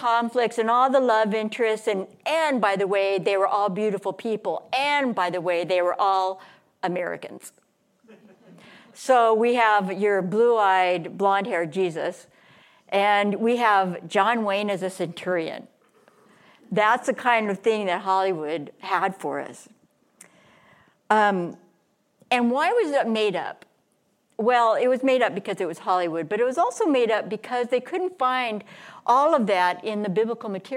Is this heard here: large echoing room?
yes